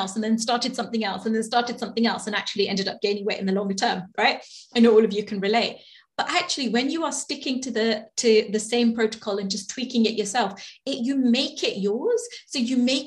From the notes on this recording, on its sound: Webinar Replay. This week's podcast is the audio recording of the webinar!